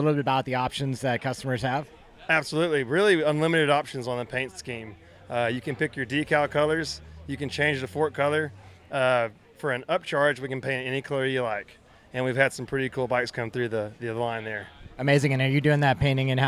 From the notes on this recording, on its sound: This week we come to you with recordings live from the Big Sugar Gravel event in Bentonville, AR.